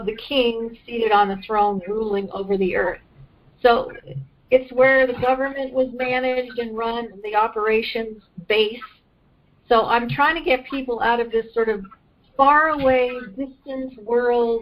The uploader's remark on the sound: The audio quality was a bit rough, we apologize in advance